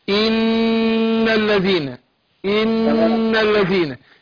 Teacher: النون المشددة او الميم المشدده بتاخد غن حركتين